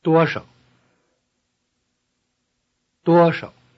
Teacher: The word 少, few, loses its tone and combination.